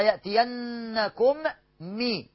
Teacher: ياتينكم مي اهي ميم واحده اصلا ياتينكم مي فهندخل الميم الاولى في الميم الثانيه بحيث يصيران ميما واحده مشدده · Term: ادغام مثلين صغير